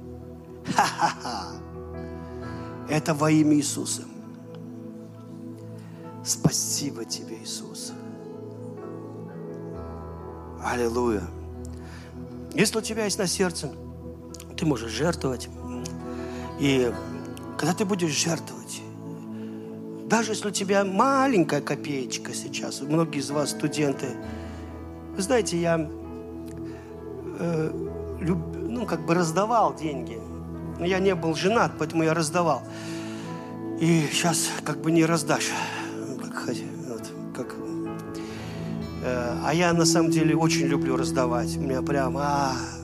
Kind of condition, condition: setting, large echoing room